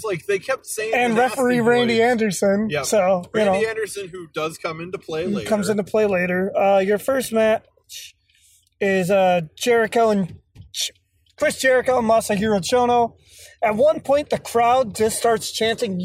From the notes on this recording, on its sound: Some audio issues as we were driving to a wrestling show.